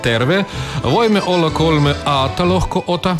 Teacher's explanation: В нем нет шипящих звуков, зато много гласных. Слова произносятся не торопясь, и все ударения приходятся на первый слог.